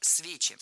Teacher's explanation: Во-первых, исключение именительной и винительной падежи множественного числа. В этих формах ударяем корень слова «свечи».